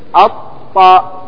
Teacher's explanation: نضغم اللام في ذلك الحرف فيشدد ذلك الحرف، يشدد ذلك الحرف، لأن الإضغام هو الإدخال، إدخال حرف ساكن في حرف متحرك حيث صيرا حرفا واحدا.